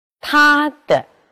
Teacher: 阴平后的轻声，念半低调二度